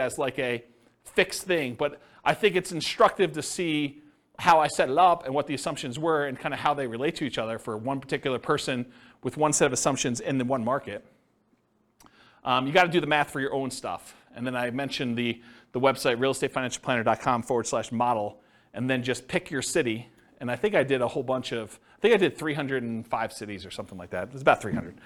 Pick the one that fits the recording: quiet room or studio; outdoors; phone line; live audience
live audience